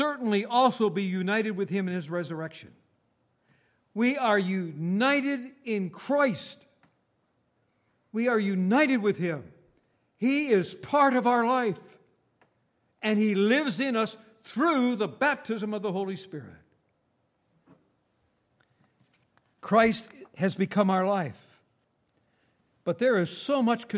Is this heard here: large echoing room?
yes